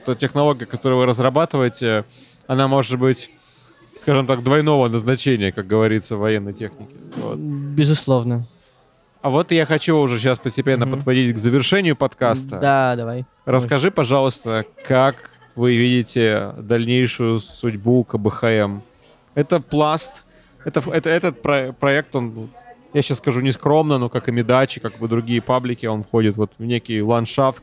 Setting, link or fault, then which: setting, busy venue